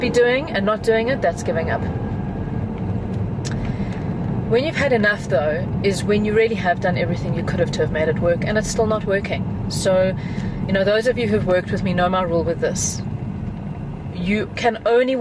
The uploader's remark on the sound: we're having a drive time chat from my car